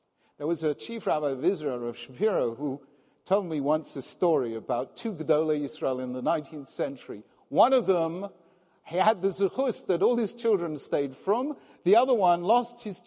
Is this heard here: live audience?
yes